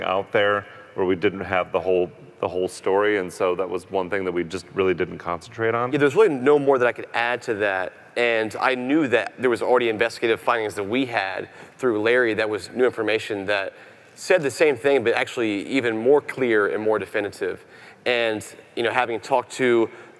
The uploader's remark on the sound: Live from CrimeCon 2018